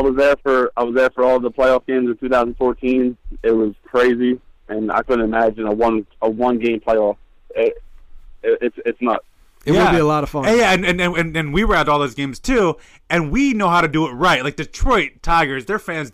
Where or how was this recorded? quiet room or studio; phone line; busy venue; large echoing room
phone line